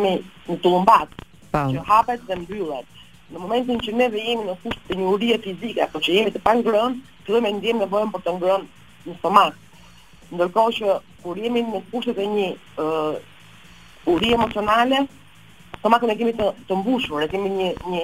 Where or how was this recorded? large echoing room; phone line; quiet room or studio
phone line